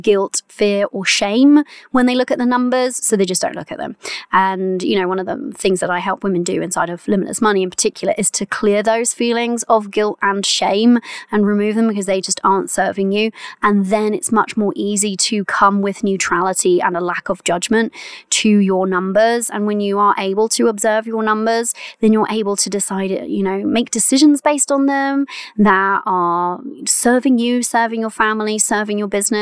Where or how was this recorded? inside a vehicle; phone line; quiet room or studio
inside a vehicle